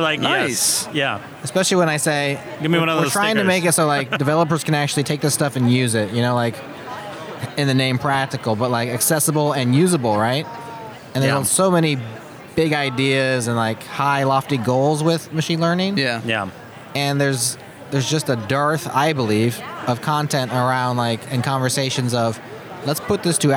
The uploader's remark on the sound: Live at OSCON 2018 (Backstage #1)